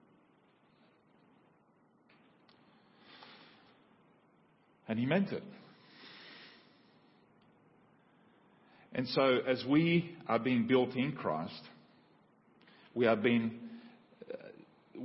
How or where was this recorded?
large echoing room